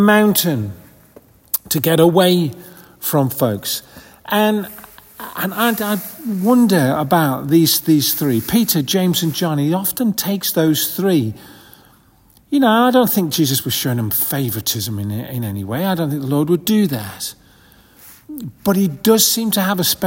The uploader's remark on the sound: This audio recording was taken at the 10:30 Communion Service, on February 11th 2024 in St Margaret's Church, Hawes. This audio recording was taken at the 10:30 Communion Service, on February 11th 2024 in St Margaret's Church, Hawes.